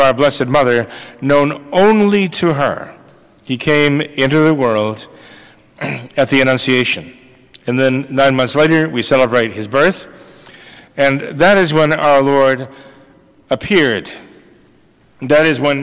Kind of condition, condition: setting, large echoing room